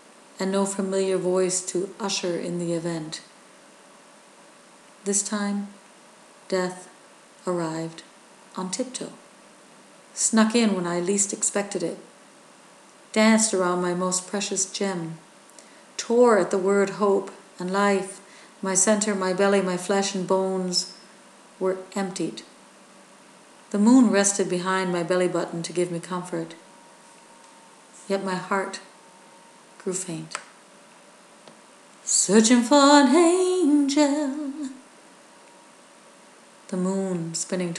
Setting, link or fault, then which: fault, sounds in the background